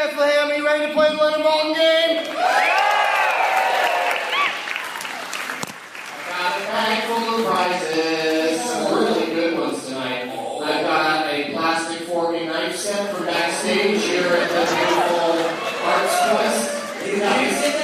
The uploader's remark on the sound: against audience members at Arts Quest in Bethlehem, PA